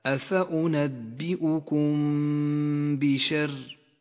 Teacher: الميم الساكنة تخفى بحرف الباء مع بقاء غنة للميم بمقدار حركتين · Term: الإخفاء الشفوي